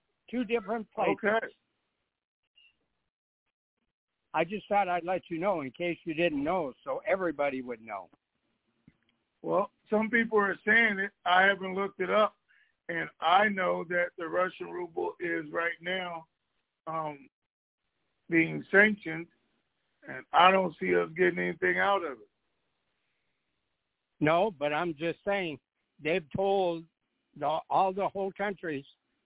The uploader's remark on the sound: Conference Call